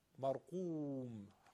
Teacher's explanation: قاف درشت، رای ساکن ماقب مفتوح هم درشته